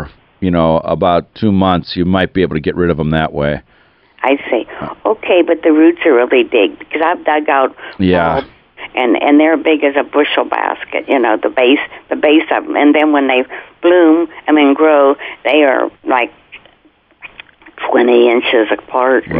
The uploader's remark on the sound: Learn along with the callers.